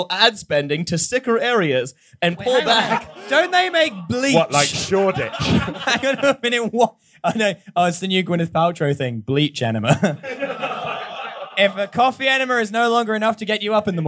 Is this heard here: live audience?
yes